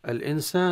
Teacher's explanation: الإنسان لام التعريف تظهر عند الهمزة، وكلمة الإنسان مرت علينا كثيرة، فيها النون المخفاة عند السين بالغنة، والألف المدية بين السين والنون، وهي بالطبع غير مرسومة.